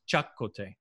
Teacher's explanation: and maybe that's just how she always does it. The emphasis is on the CHA.